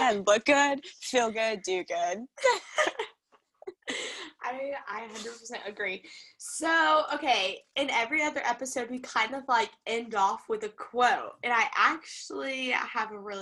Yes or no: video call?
yes